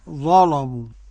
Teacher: قرأ ورش بتغليظ اللام المفتوح